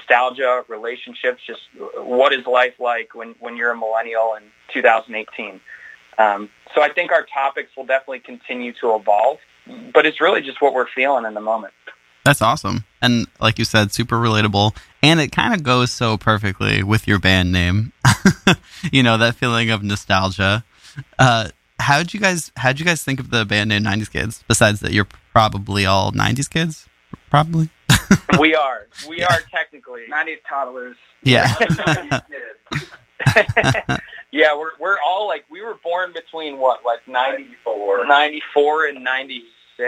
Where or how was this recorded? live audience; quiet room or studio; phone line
phone line